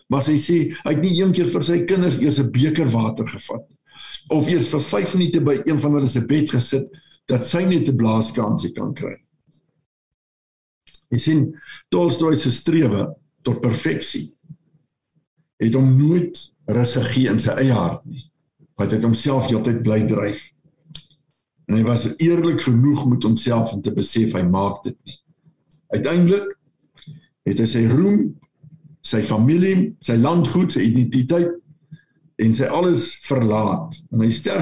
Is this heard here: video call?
yes